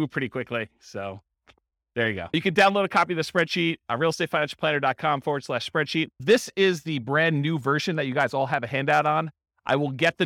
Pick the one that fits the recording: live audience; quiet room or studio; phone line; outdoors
live audience